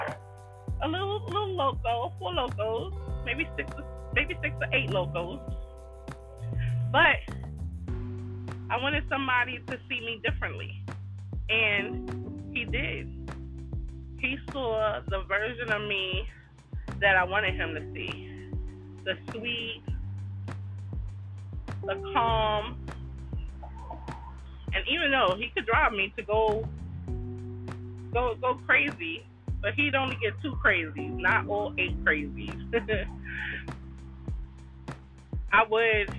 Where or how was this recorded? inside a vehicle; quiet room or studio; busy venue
inside a vehicle